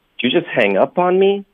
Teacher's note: me 不是重音，hang up 才是重音。